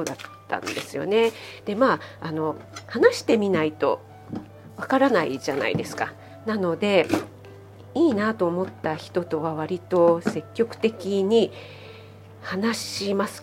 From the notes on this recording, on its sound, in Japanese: 卯の花 作りながら収録してます。